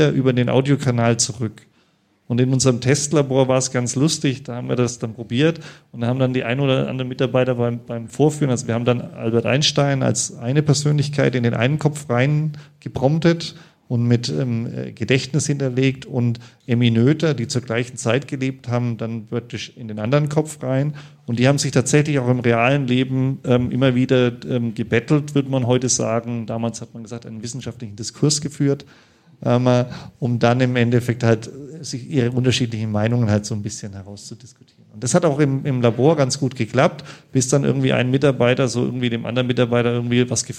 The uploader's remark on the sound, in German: Unser Live-Publikum im Afterwork begeisert. Das war die Podcast-Brause live.